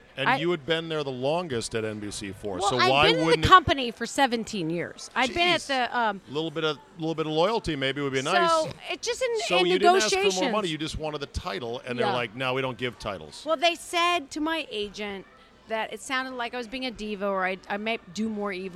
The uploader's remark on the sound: Recorded at DC Prime Steakhouse in Ashburn, VA.